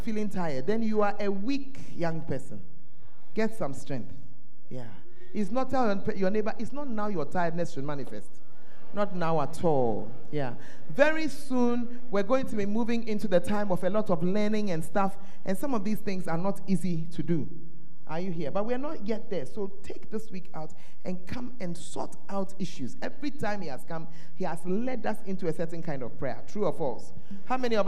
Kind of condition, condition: setting, large echoing room